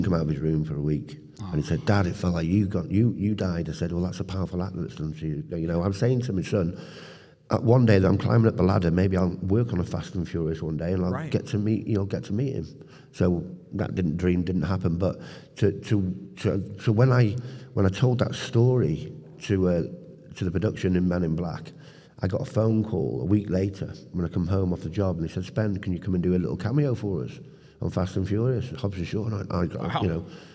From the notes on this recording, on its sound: live on the ECPCTV Stage at ICCC 2023